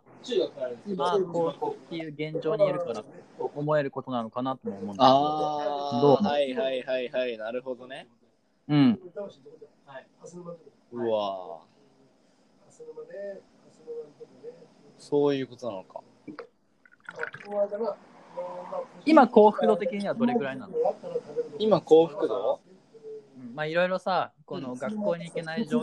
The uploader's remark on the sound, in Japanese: かなり雑音が入ってます。聞きづらいかもしれないです。